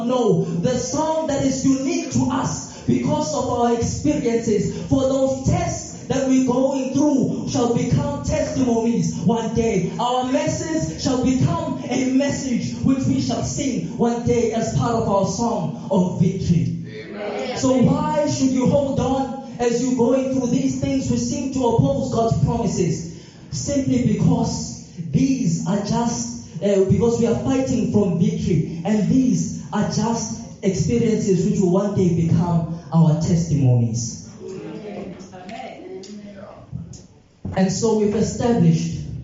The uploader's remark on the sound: This sermon was recorded live from Montclair SDA church.